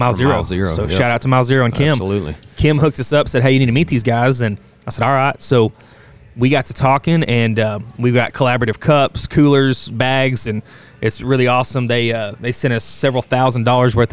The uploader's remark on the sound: Live from the Lane Frost Brand booth in Guthrie, Oklahoma at the Bullnanza Xtreme Bulls Event.